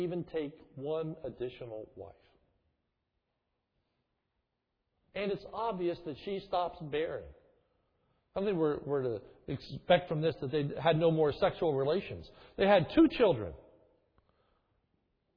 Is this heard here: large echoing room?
yes